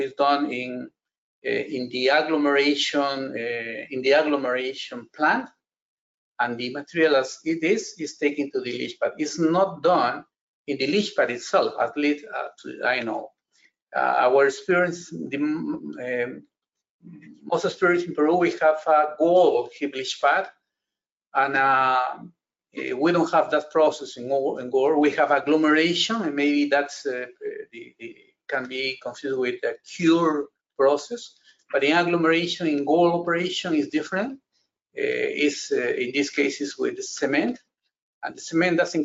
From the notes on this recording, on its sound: This is an audio version of the FGI webinar.